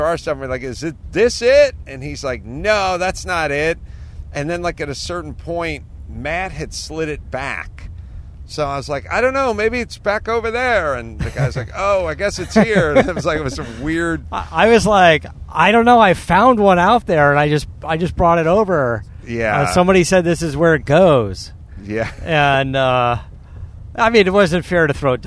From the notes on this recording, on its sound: While in the car on the way to Heathrow Airport.